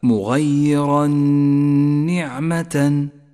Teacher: جاء التنوين وبعده حرف النون، نسقط التنوين من اللفظ ولذلك لون بالرمادي، ونقف بغنة زمنها حركتان على حرف النون · Term: الإدغام بغنة